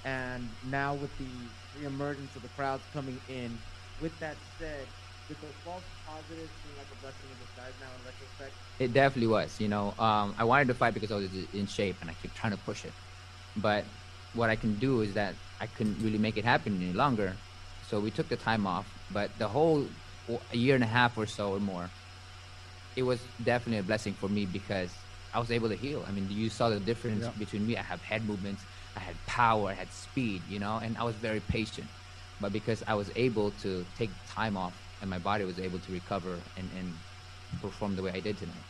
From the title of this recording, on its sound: Post fight Press Conference